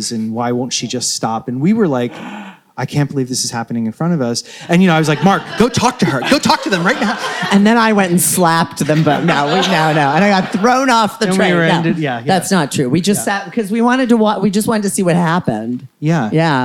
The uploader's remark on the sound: A Post-Performance Discussion. Recorded LIVE on February 10, 2023 in London at the Omnibus Theatre in Clapham.